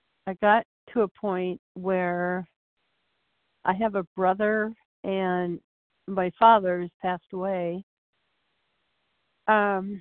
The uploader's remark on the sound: From the 100 Pounders Phone Meeting.